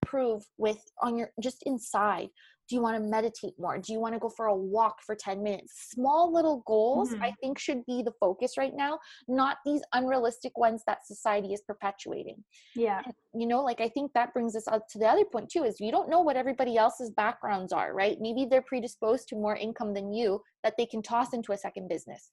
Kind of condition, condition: link, video call